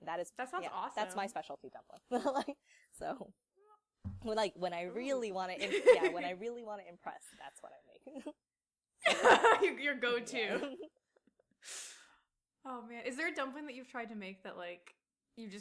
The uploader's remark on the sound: Sorry for the imperfect audio on this episode